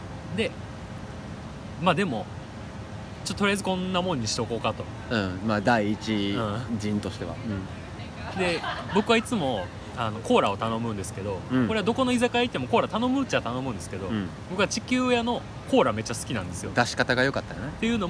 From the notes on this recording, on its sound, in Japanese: 居酒屋が復活するとのことで、アフタートークはそこで収録しよう！気付けば高瀬川沿いで。